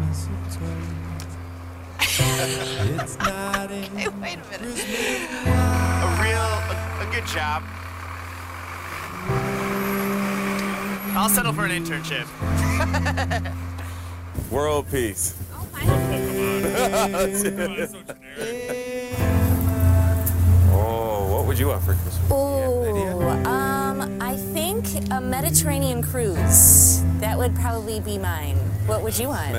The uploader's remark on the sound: Well this was the same question asked to people walking along the streets of Chicago.